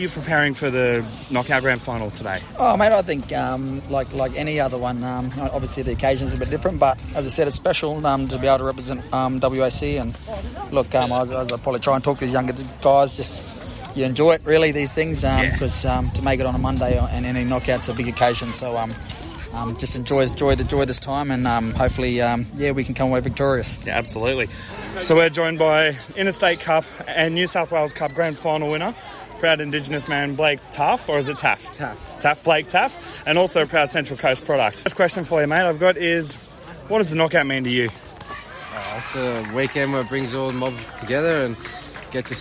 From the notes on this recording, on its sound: we went on location to the 2023 Koori Knockout